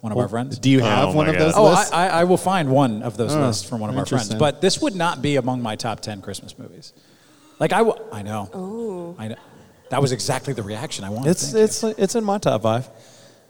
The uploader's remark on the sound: LIVE FROM THE SEC CHAMPIONSHIP IN ATLANTA